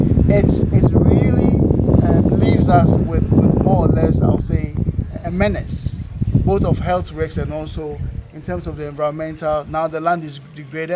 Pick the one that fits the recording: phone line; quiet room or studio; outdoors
outdoors